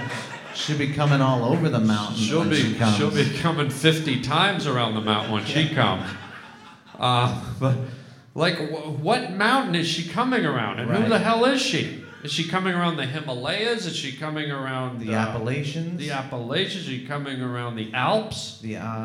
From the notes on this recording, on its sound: LIVE in San Fran. LIVE podcast at Sketchfest in San Fran.